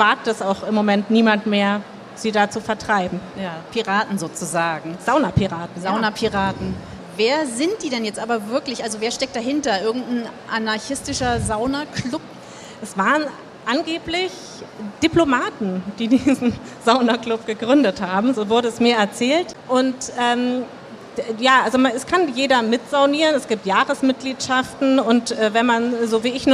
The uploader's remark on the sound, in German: live von der Frankfurter Buchmesse